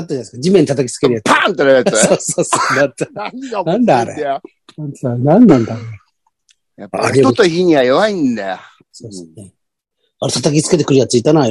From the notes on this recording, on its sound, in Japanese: ZOOMで収録